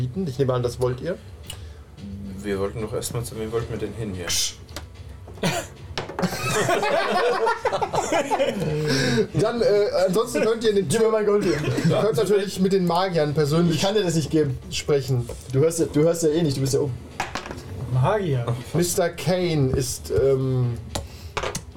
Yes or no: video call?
no